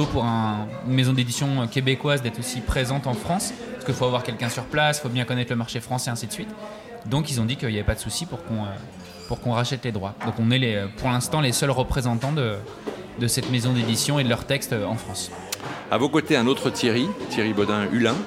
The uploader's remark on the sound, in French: Nous sommes le 18 septembre 2022 et assis à une table du bar le Clémenceau de Jard sur mer. Assis à une table du bar le Clémenceau de Jard sur mer, nous recevons des auteurs et des éditeurs qui participent à Escale Littéraire, le festival proposé par la communauté de commune Vendée Grand littoral.